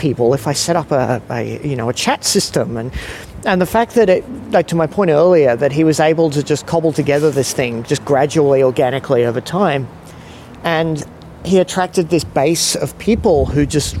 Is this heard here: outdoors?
yes